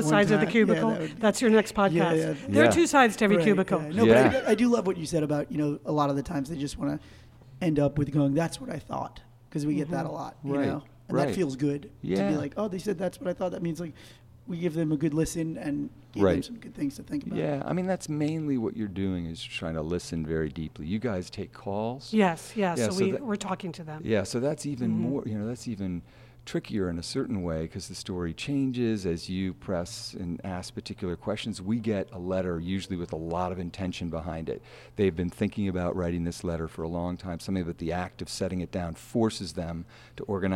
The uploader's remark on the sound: For today’s episode, we’re coming to you live from the LA Times Festival of Books.